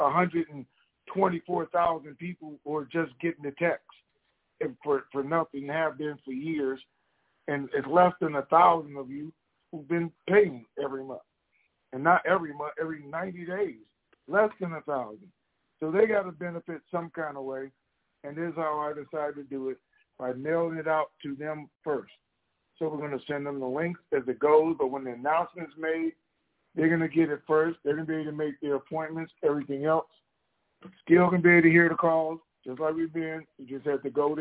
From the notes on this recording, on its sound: TNTSuperfantastic Conference Call